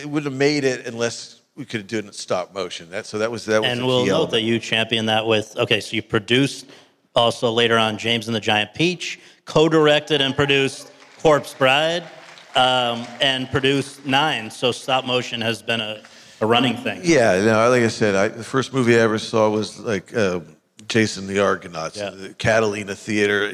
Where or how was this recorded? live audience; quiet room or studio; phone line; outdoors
live audience